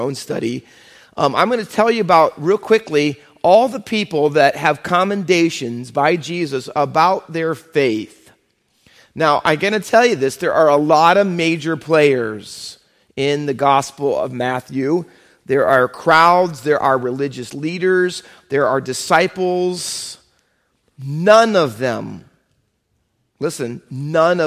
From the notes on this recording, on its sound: Faith Baptist Church in Hamilton, NJ.